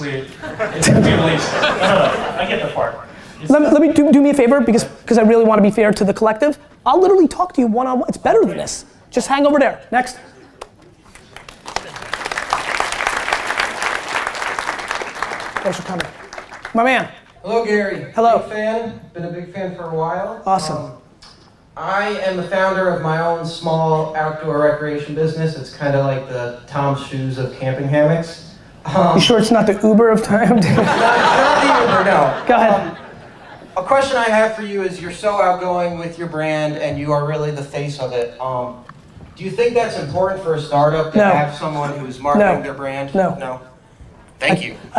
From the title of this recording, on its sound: Keynote at SXSW 2016